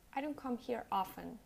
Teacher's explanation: completely omit the T. You don't pronounce often, you say often.